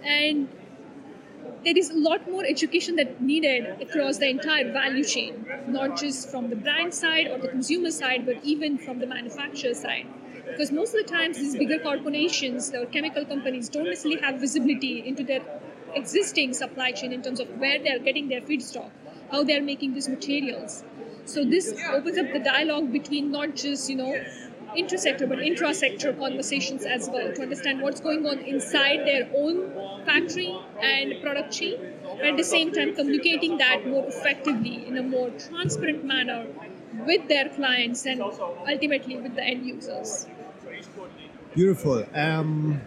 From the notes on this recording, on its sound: Live from the Hotspot of BioEconomy. The renowned World Bio Markets conference in The Hague. Live impressions from the conference.